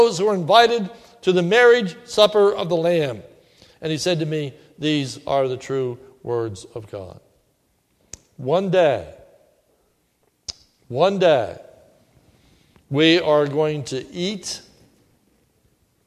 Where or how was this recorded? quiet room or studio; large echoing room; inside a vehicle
large echoing room